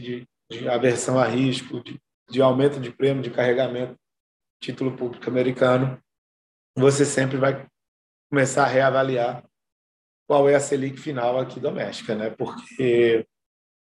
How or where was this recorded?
video call